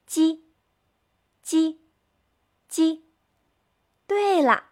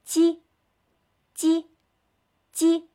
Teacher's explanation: 在发鸡的时候，我们的舌尖抵住下门齿，嘴巴往两边咧，发鸡的音 · Term: 声母鸡